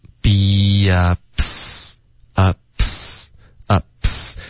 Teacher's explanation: couldI， could 跟 I 连读，How could I beupset？OK，be、okay?跟 up 之间会添加一个很轻的一个 y 的音，beup，beup，up 的这个 p 跟 s 的音，set 的 s 要连发，beups。ups，你要直接爆破一个 p 的音进去这个 s 的音